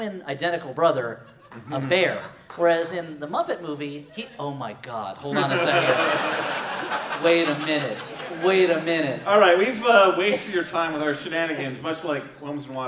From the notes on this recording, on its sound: Holmes & Watson, LIVE! This live show, taped last year in Portland, Oregon.